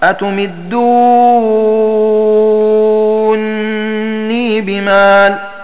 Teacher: بإدغام النون الأولى في الثانية، فيصير النطق بنون واحدة مكسورة مشددة مع المد المشبع · Term: الإدغام